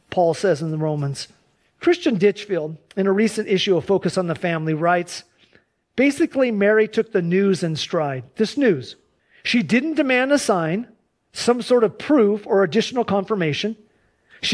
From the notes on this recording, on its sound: Please enjoy this Sunday church service livestream.